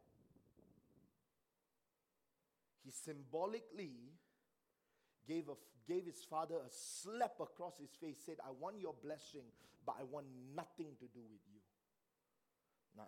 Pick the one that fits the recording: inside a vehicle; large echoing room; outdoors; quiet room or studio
large echoing room